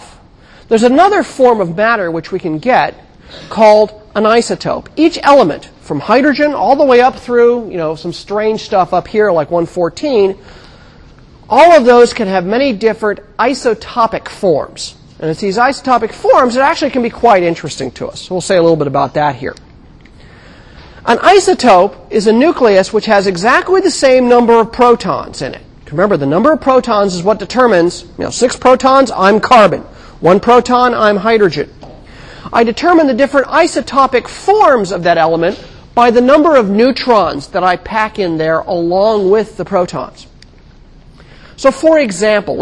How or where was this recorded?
large echoing room